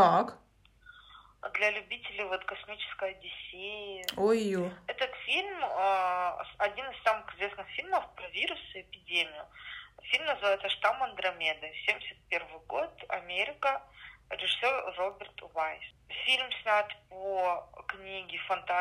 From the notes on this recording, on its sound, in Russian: Весь мир на удаленке, а мы не отстаем. Записываемся по телефону.